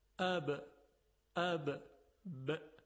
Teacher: این حروف از میان دو لب تلفظ میشن. خب حرف ب و میم از به هم خوردن لبها و منطبق شدن اونها تلفظ میشه